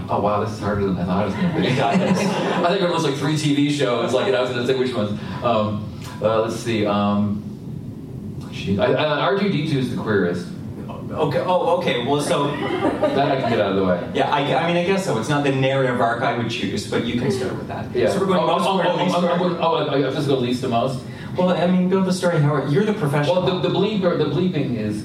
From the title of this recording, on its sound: Live at Toronto Comicon!